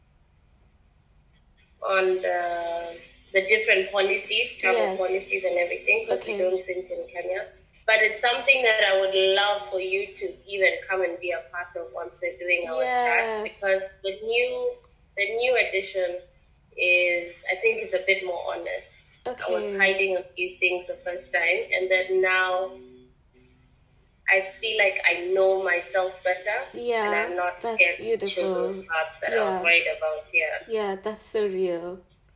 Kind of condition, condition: fault, poor sound quality